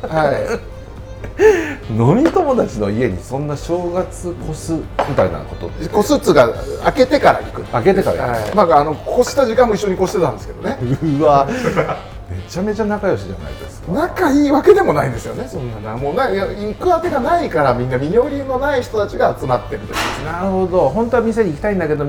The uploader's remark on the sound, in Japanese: 今回は鶴見線沿線某所の飲み屋にて収録。